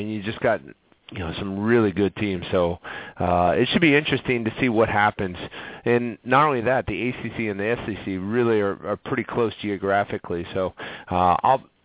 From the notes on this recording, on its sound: called in for a great interview